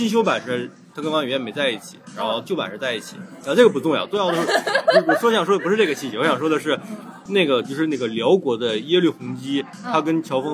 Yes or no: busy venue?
yes